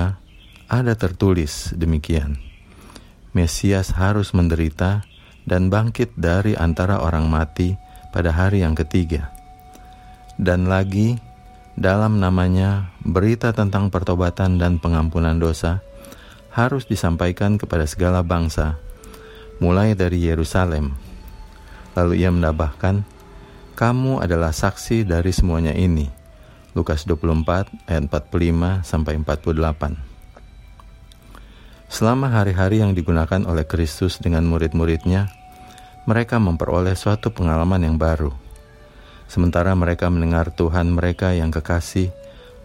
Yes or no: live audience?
no